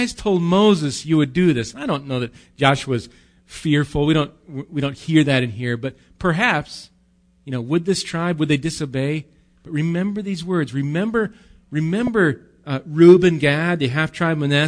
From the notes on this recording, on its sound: Recorded live at Bethany Bible Church.